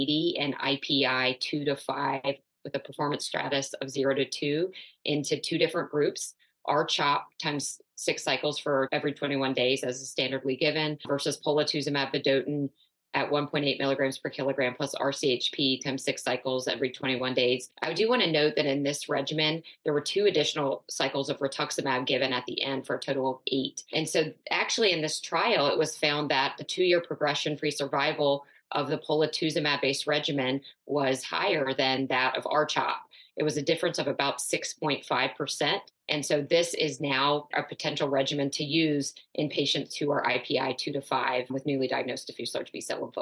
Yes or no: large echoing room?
no